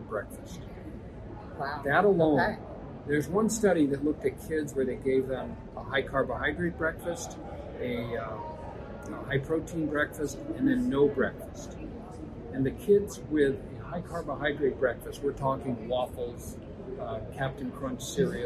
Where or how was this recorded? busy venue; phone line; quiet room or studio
busy venue